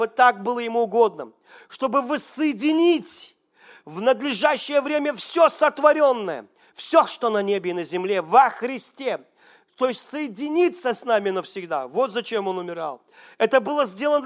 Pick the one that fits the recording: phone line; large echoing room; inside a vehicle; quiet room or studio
large echoing room